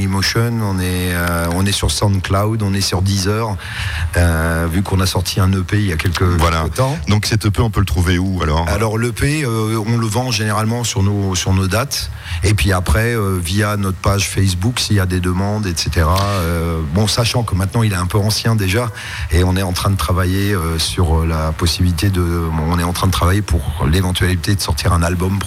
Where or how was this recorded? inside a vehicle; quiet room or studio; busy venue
busy venue